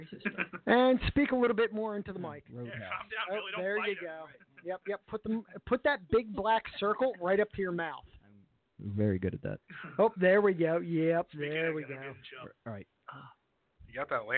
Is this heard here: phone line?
yes